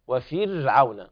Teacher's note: الراء هنا حكمها الترقيق نظرا لأنها ساكنة وقبلها كسر